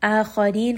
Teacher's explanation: خا is going to be heavy. را in this case is light.